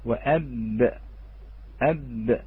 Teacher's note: بانطباق طرفي الشفتين من الداخل هو مخرج الباء